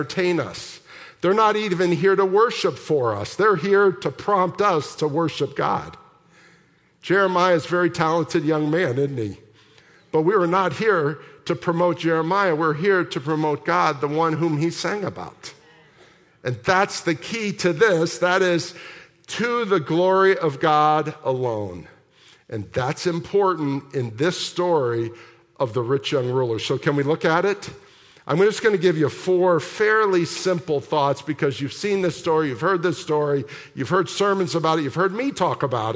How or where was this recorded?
large echoing room